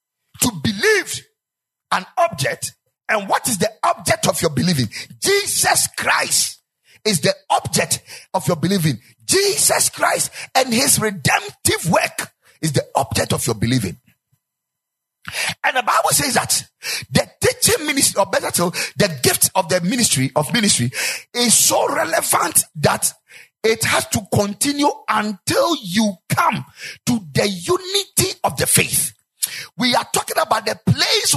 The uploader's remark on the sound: Preached at the Ekklesia Chapel